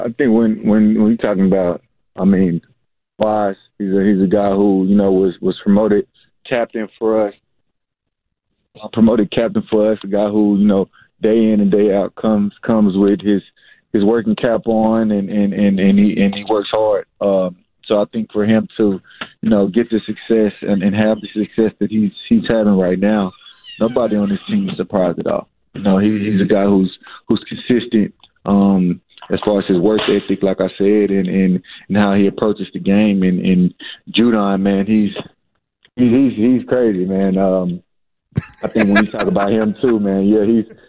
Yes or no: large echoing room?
no